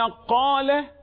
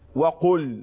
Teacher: قال في مد اهو، انما قل مفيش مد